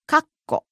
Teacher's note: After ka, you stop your breath, you know, very sharply for, what, like a split second? And then you say ko?